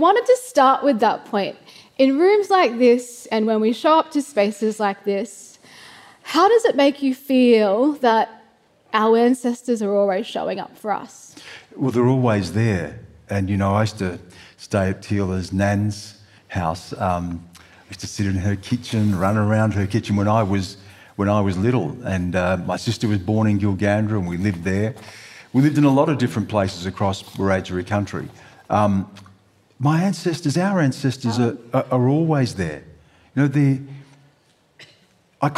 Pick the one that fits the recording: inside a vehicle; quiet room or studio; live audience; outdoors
live audience